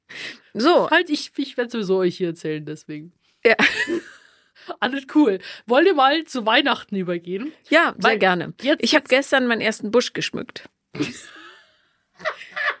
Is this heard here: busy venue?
no